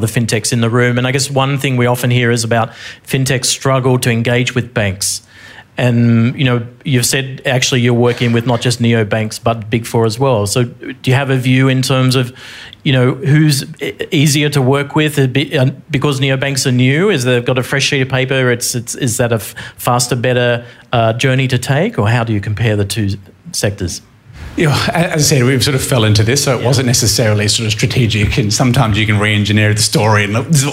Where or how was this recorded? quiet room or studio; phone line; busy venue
busy venue